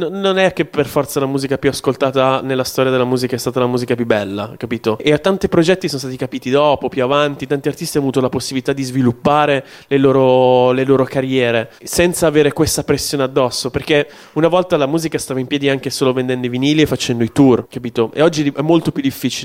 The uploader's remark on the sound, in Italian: Il tutto realizzato dal vivo da Linecheck 2021. Q & A live a Linecheck.